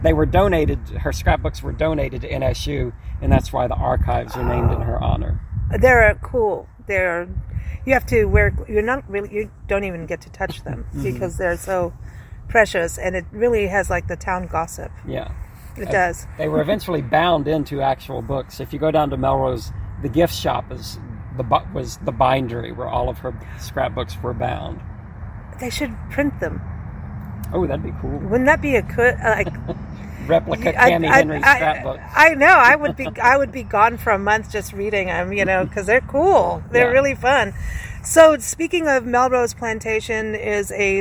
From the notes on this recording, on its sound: Recorded onsite at the historic American Cemetery